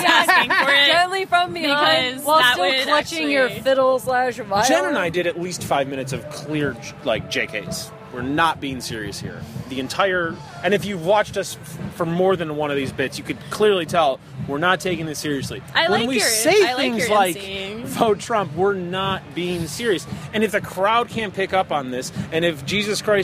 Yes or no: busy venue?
yes